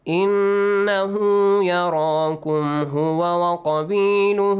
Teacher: Extend the ha sound. It's called إشباعُ الضمير ها.